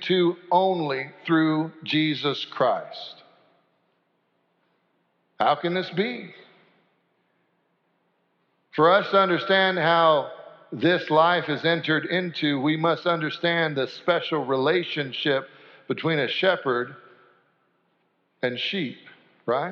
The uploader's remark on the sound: Sanctuary Service